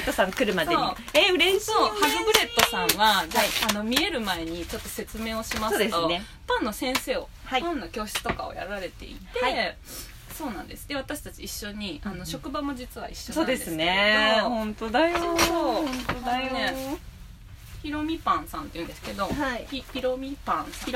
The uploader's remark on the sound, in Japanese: 岐阜県岐阜市内からから車で1時間。愛知の犬山というエリアにあるキャンプ場に潜入！ティピーという円錐型のテントの中で火を焚きながらの収録です。